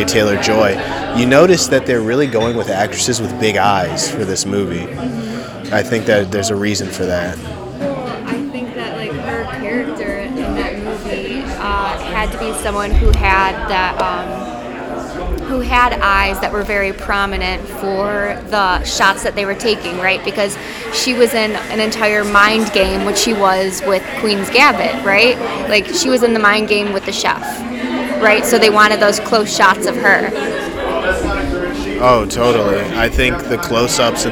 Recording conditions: background noise